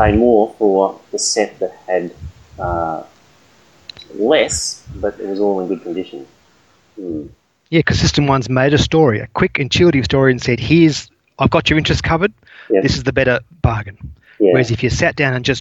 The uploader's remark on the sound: Sorry about the audio quality.